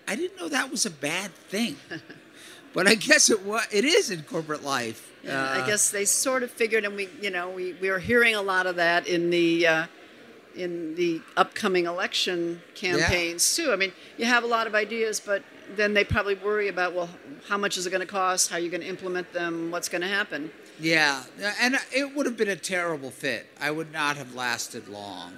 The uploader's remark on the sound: LIVE FROM INDUSTRY CITY